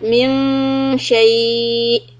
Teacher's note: stretch the ya after sheen and then put a sukun on hamza and do a little hiccup